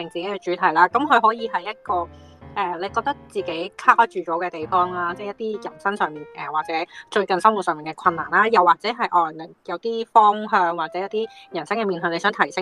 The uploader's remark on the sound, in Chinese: 遙距錄音